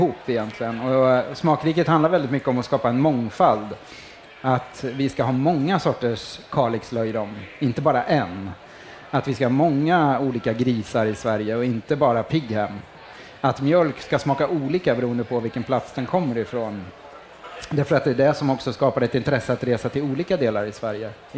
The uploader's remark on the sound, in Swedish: På scen på Farmers Market